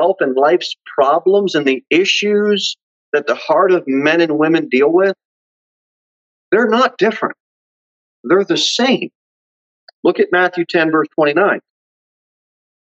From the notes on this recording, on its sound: Sermon delivered at Pilgrim Baptist Church on Thursday, July 29, 2021, at 6:15 pm. Jere Whitson Rd.